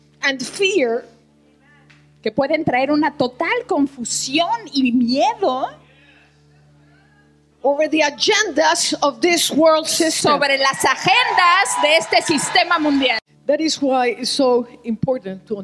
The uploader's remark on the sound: Was given during the 2023 Annual Conference in Jacksonville, Florida USA. Bilingual Message (English with Spanish Translation).